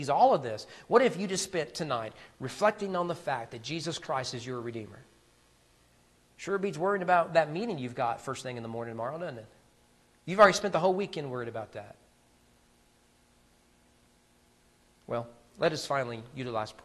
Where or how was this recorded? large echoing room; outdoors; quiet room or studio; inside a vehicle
large echoing room